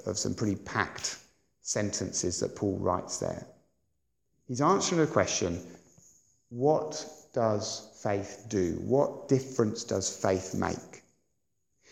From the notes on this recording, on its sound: on Sunday 23rd April 2017 at Sandon Road Baptist Church.